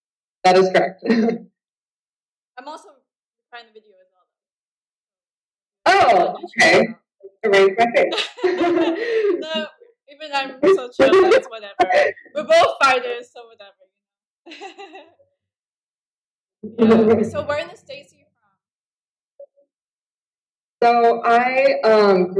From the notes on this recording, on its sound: Skype call.